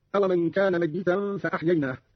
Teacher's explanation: قوله تعالى: أومن كان ميتا فأحييناه. قرأ قارون بتشديد الياء هكذا